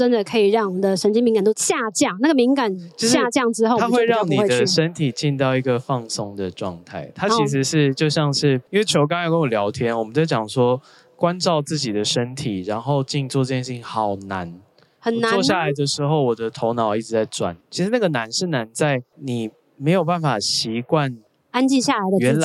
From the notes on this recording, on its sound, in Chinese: 帶大家到《好多好多唱談祭》戶外錄音